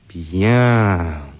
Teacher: C'est bien ça. Un accent mis sur « bien », un étirement. Bien.